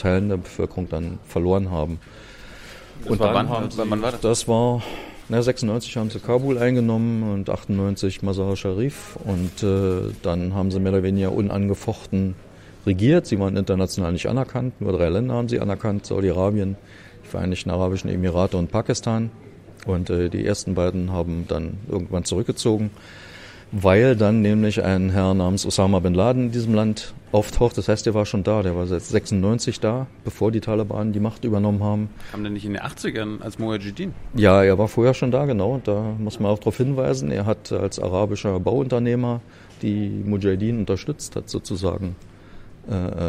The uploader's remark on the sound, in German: Januar 2019 im Ocelot ("not just another bookstore", Brunnenstraße 181, 10119 Berlin) aufgenommen.